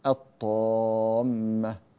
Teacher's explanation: فكلمة الطامة تجد أن اللام جاء بعدها حرف الطاء فأدغمناه، نقول الطامة ولا نقول الطامة. · Term: اللام الشمسية